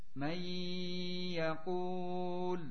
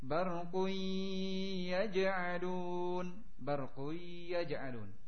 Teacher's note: Nun sukun menghadapi ya atau tanwin menghadapi ya, dan minimalnya yaitu dua harokat, dibaca dengan dua harokat, ditahan dengan memakai gunnah dua harokat